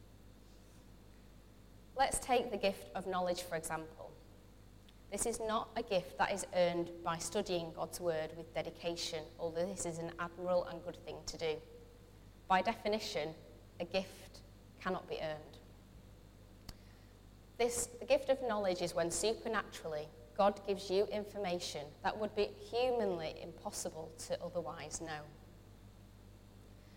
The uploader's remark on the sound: Recorded from our Sunday morning service. Metro Christian Centre - Bury.